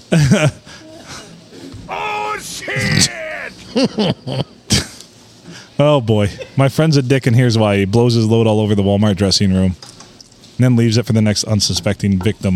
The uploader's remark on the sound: Recorded at the Rustic Tavern on Sunday Funday.